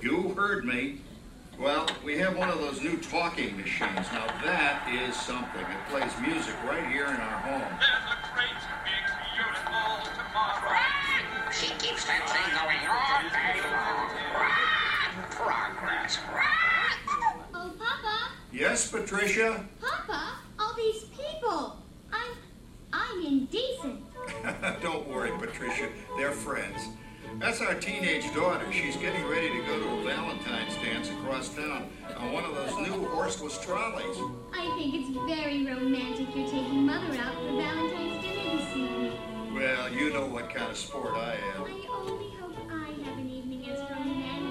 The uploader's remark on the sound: audio from the Carousel of Progress in Disney World's Magic Kingdom